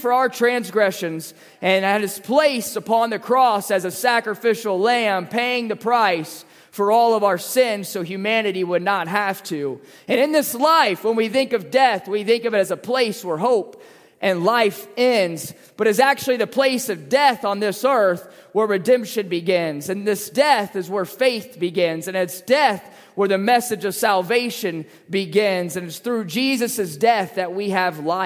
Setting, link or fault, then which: setting, large echoing room